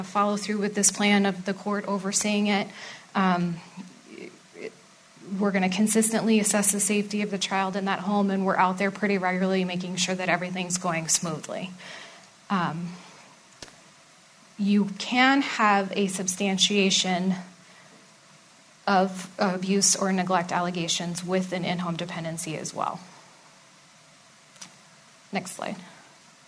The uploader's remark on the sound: A live recording from our Fifth Annual Court & Custody Conference